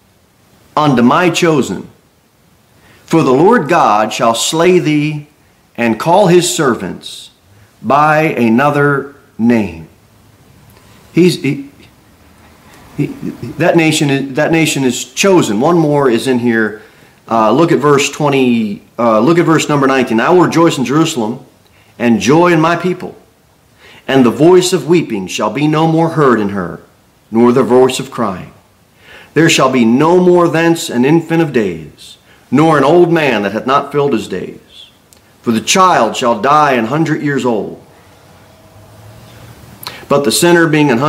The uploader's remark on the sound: Sermon delivered at Pilgrim Baptist Church on Sunday, December 17, 2023, at 2-15 pm. Cookeville, TN 38501.